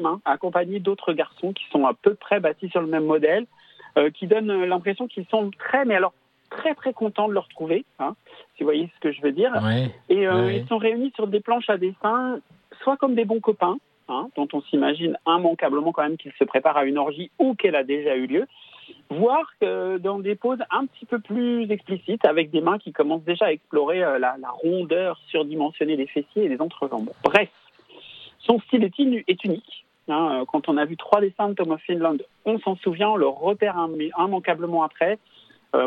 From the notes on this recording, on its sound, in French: par téléphone